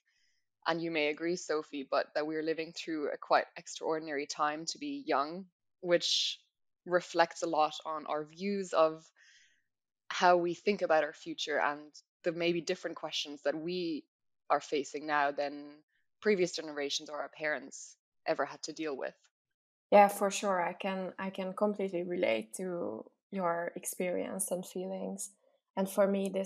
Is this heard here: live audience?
no